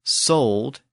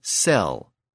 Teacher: One version, sold and fall, is the older version with the back vowels, and the other version, sell and fell, is the later version with the vowel shifted to the front.